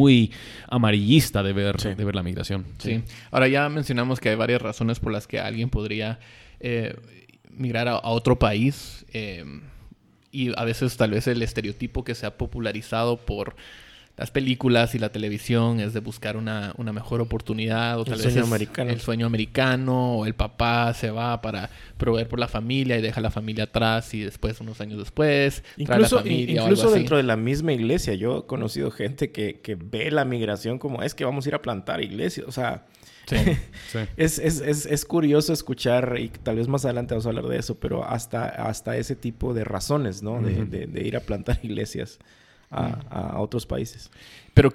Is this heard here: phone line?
no